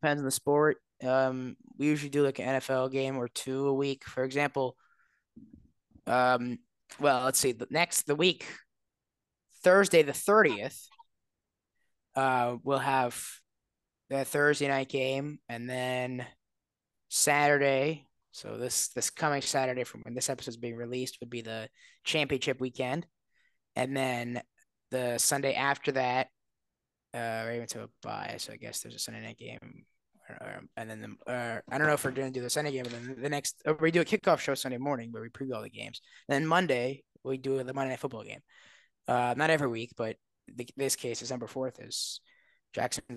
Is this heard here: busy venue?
no